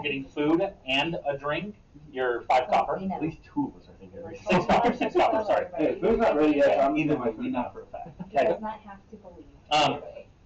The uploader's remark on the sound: The AUDIO on this episode is really bad, lots of laughs were had during this episode so we didn't want to leave it out.